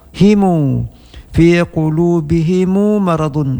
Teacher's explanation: Pada kalimah fi qulubihim, qulubihim di sini perbedaan Imam Qalu dan Qumbul membaca dengan tambahkan waw mati setelah mim mati dan harakatkan mim menjadi dhammah, menjadi lafaznya himu fi qulubihimu maradun.